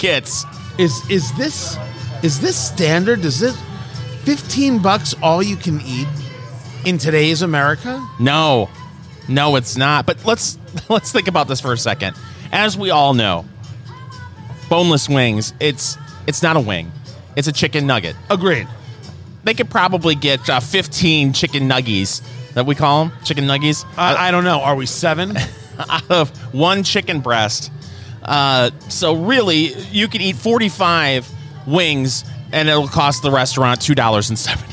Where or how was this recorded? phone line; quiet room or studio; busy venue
busy venue